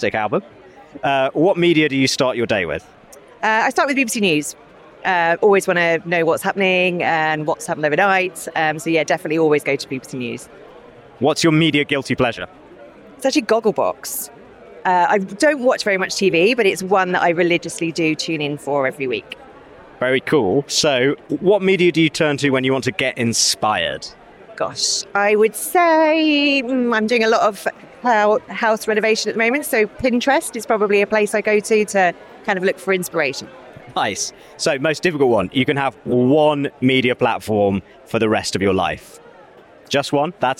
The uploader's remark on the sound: Headed out of the studio to ask industry stakeholders their ‘Meaningful Media Fast Five.’. Recorded during the Cannes Lions International Festival of Creativity 2022.